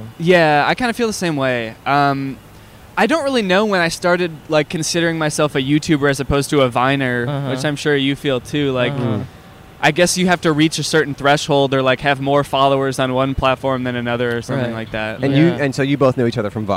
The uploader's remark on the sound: Our very first GUEST IN A CAR. Recorded on 9/16/21 in front of the Sofitel Hotel in Chicago!